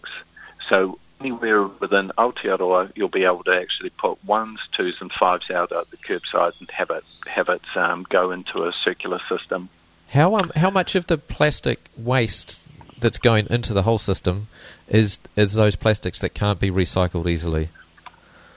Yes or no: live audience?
no